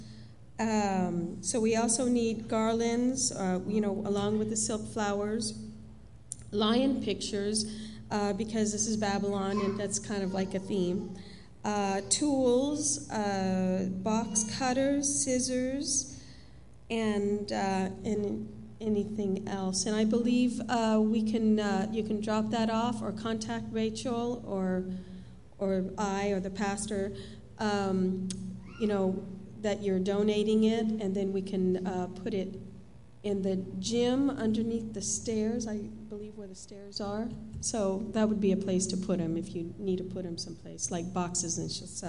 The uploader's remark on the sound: Live Worship Service